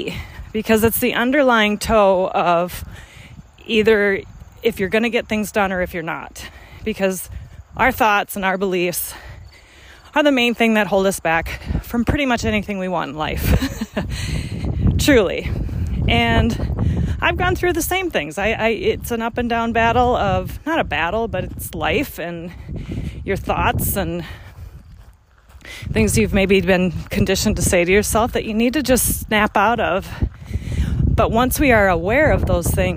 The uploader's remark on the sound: I decided to switch things up a bit by recording while taking a brisk walk. So, if you hear me slightly out of breath at times, that's just me adding some extra energy to our conversation!